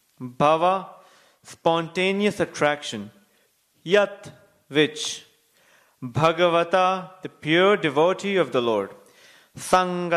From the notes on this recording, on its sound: Recorded on Wednesday, 15 Apr 2020 at ISKCON Sydney temple.